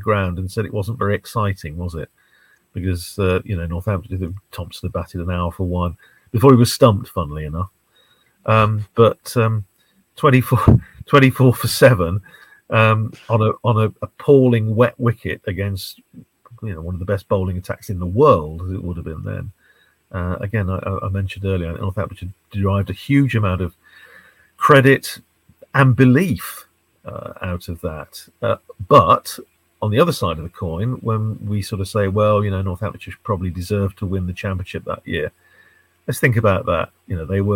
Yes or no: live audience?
no